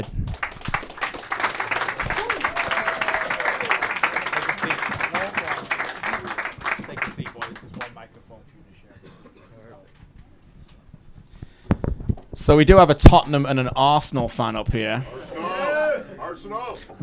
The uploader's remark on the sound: Recorded at Opera Bob's